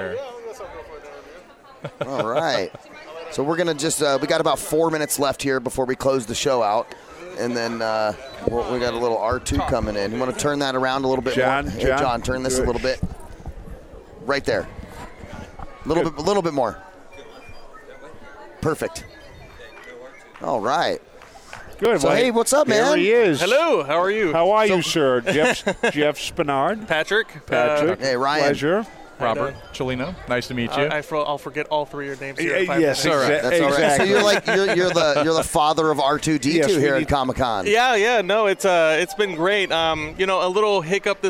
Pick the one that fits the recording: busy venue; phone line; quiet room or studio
busy venue